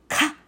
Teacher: ちょっと唾を飛ばすような激しい音と書いてて激音と呼ばれる